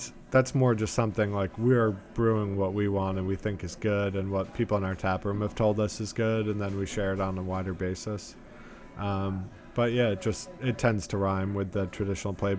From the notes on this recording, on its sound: recorded in New York City at the Arts and Craft Bar